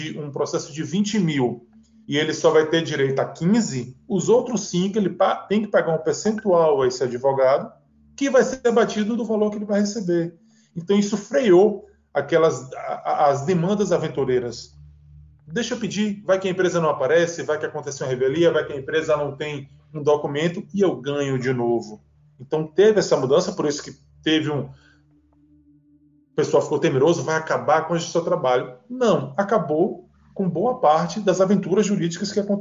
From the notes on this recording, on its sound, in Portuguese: PodCast gravado via videoconferência